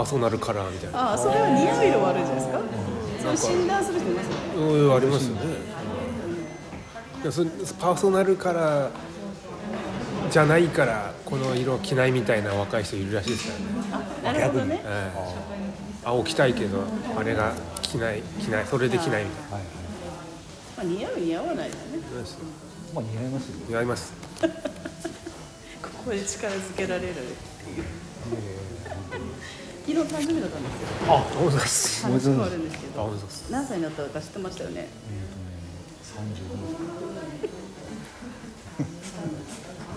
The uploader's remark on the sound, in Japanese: 旧長井小学校のカフェにて